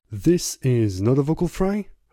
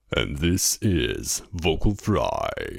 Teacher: Es ist eine bestimmte Art, die Stimmlippen schwingen zu lassen. Langsam, locker und mit sehr geringer Tonhöhe. · Shown in: second take